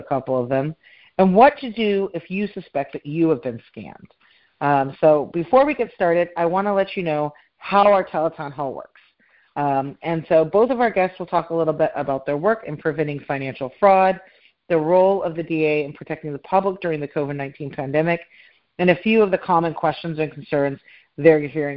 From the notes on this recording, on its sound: I hosted a teleconference town hall discussion